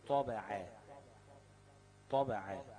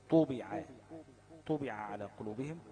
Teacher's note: فتجد ان قوه التفخيم بتنزل واحده واحده